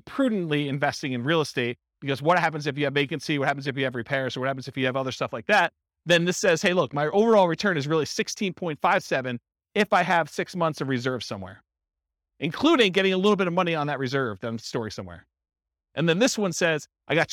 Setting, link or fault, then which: setting, live audience